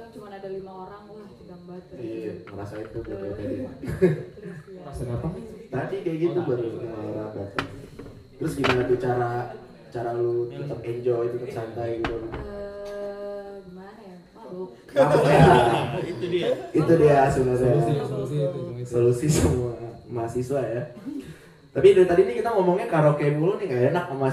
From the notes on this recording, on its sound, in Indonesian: Episode kali ini merupakan episode special buat kami karena akhirnya kesampean bikin live podcast untuk pertama kalinya, all thanks to Far Far Away Bandung!